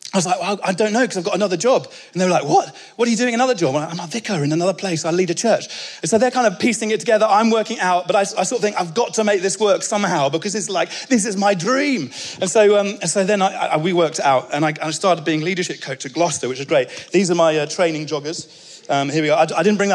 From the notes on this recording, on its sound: speaking at our 2022 Onelife Conference